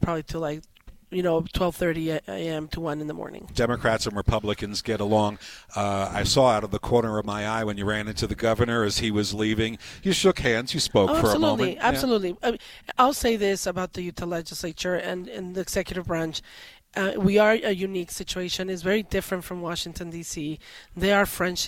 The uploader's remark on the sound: Joins me live at the Capital.